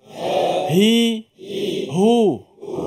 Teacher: ha itu berada di pangkal, permulaan pangkal kerongkong kita · Term: ha simpul